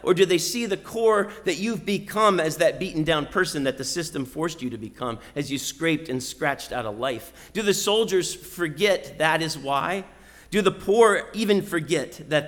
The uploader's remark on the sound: Sermon preached at RCHP on Easter Sunday.